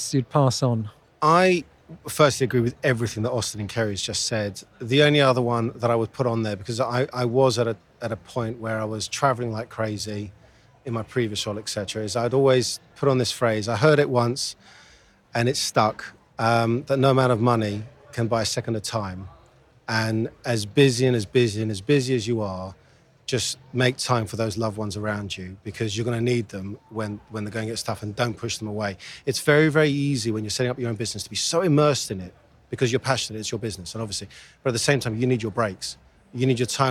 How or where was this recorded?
busy venue